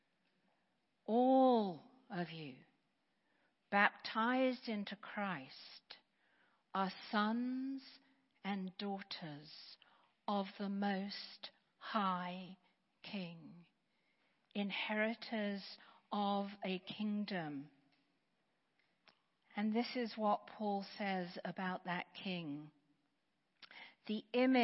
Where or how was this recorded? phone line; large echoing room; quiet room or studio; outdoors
large echoing room